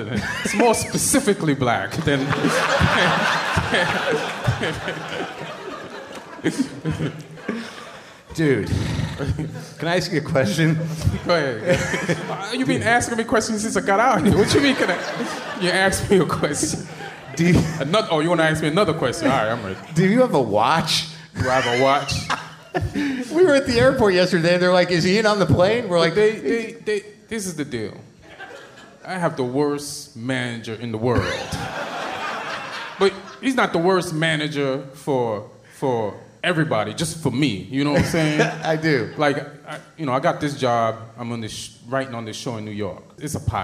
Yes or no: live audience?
yes